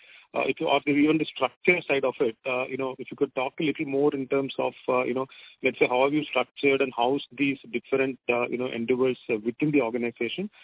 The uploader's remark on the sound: Results discussion/conference call